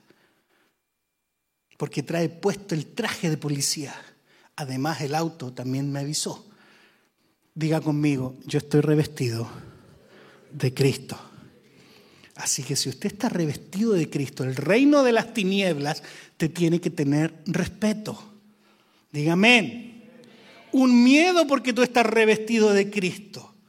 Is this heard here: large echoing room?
yes